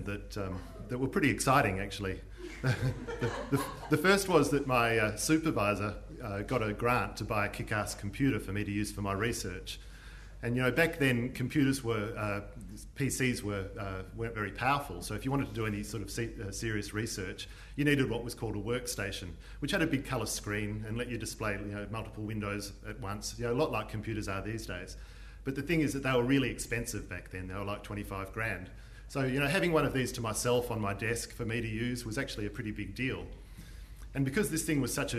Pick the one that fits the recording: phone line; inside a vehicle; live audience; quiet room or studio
live audience